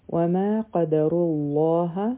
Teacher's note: را به غټه وایو، لام جلاله به هم غټه وایو